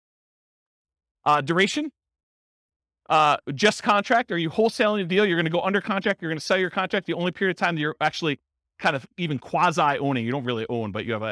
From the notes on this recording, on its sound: This was a live class recorded. In Chandler, Arizona.